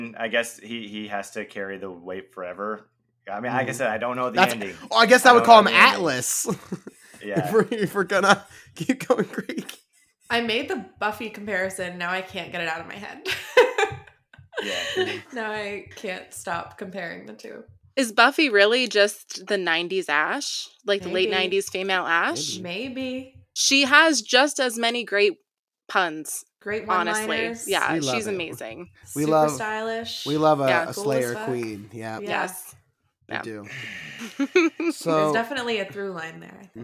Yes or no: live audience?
no